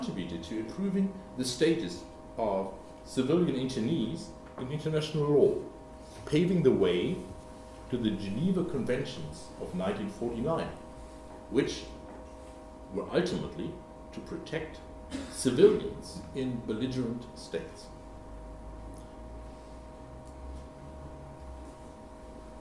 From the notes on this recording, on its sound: The lecture was given on 28 November 2017 at the German Historical Institute London.